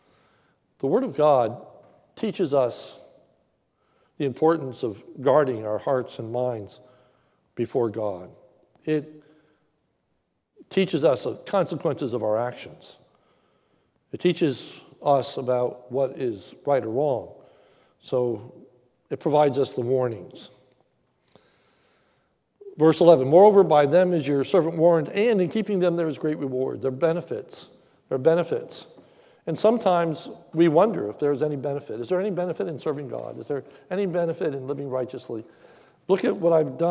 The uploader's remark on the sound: sermon recorded live at the Lebanon Bible Fellowship Church in Lebanon, PA on 08/22/2021 during the evening service